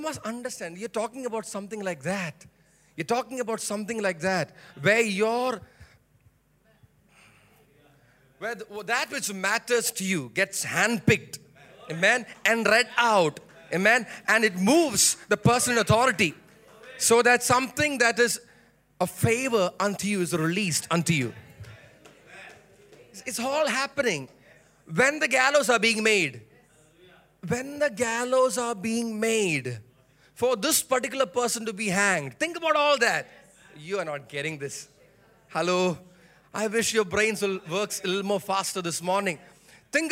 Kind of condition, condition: setting, large echoing room